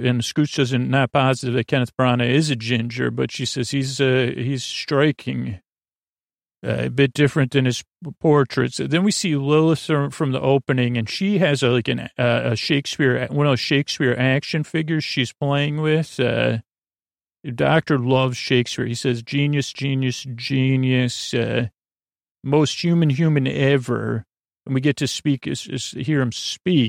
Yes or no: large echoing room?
no